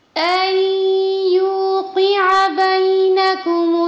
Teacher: جب آپ قاف کو ادا کریں گے تو آپ کے ہونٹ تھوڑے شرنک ہوتے ہیں لیکن عین کی ادائیگی میں شرنک نہیں ہونے چاہیے